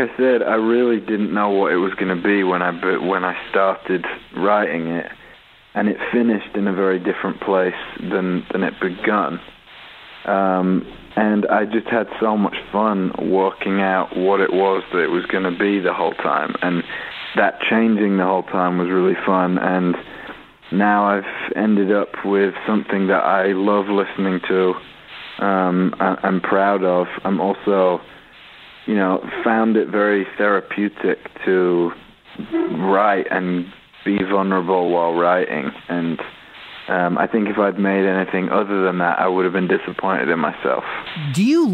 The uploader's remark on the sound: Called in to chat with us.